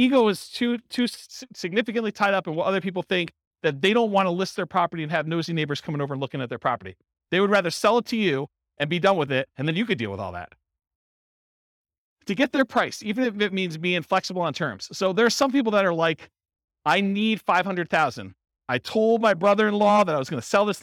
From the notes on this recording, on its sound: This was a live class recorded